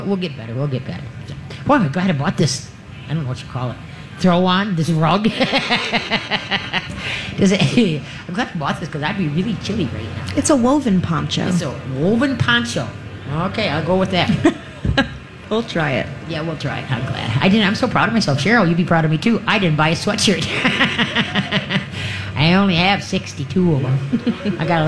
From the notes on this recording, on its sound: LIVE from the Great MN Get Together!